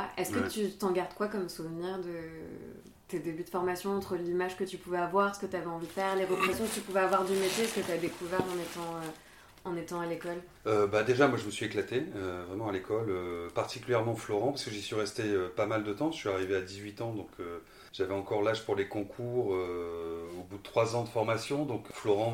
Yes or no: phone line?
no